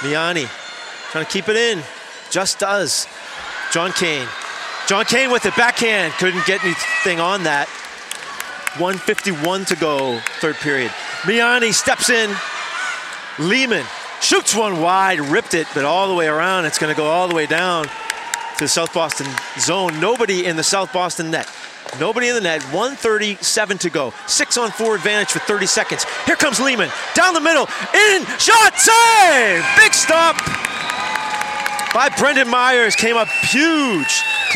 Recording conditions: busy venue